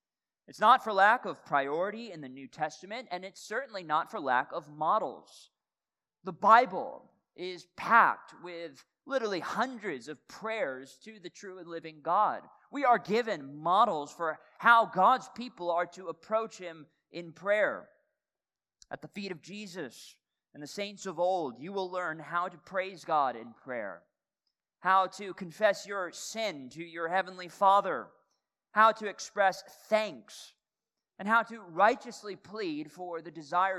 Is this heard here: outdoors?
no